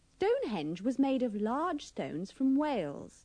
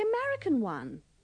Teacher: remember to pronounce of, as, and from with the schwa.